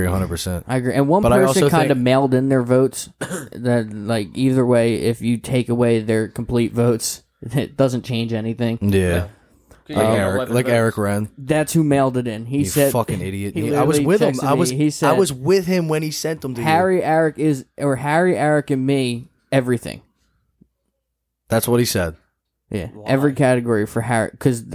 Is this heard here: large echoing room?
no